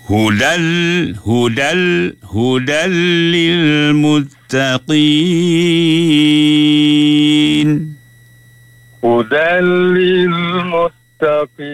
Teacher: Idgham yang tidak mempunyai dengung. Dia bunyi ni hudal hudal hudal lil muttaqin.